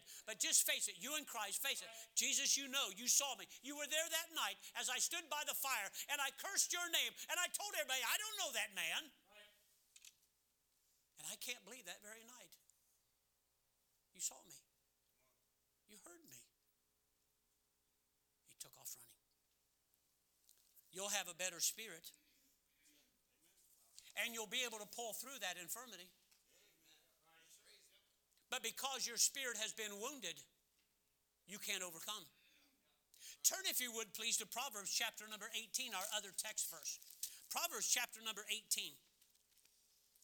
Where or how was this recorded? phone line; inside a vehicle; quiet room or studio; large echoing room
large echoing room